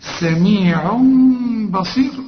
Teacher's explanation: هنا إقلاب سميع تنوين، وبعده به يحصل للتنوين إقلاب ورسم لك ميم، اهي شال لك ضمة ورسم لك ميم، بيقول لك اقلب التنوين لميم واخفيه، سميع بصير ما تضمش شفافك.